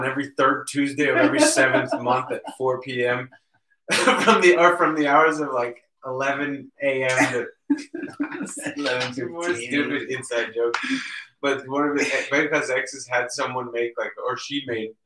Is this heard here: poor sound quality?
yes